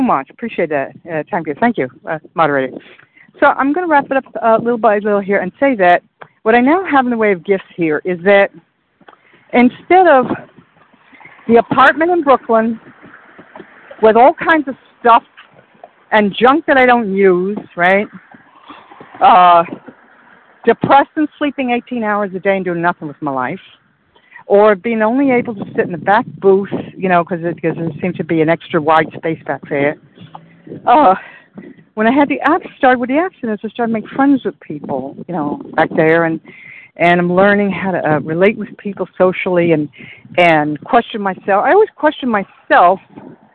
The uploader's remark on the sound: 100 Pounders Phone Meeting